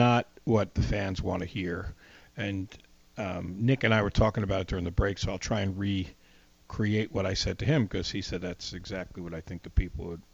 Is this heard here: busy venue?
no